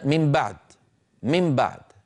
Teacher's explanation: كل ما زاد في بالنسبة للقرآن الكريم، كل ما زاد على نطق العرب في هذا الموضوع مط الغنة بس. يعني العرب بكلامهم اليومي يقولون من بعد، من بعد، فيقلبون النون ميما. الذي زاده القرآن من خصائص القرآن تطويل هذه الغنة في الميم، من بعد، من بعد. · Term: القلب